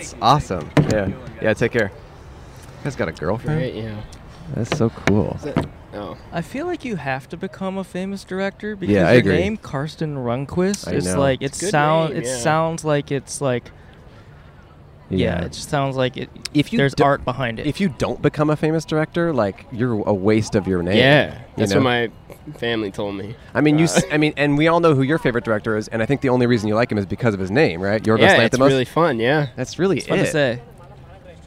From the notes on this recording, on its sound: We set up at Chicago's famous shiny legume! Recorded on 9/17/21 at Cloud Gate (The Bean) in Chicago.